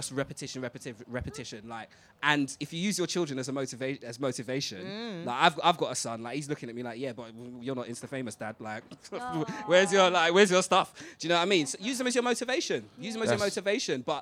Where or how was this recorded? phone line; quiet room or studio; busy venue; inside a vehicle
busy venue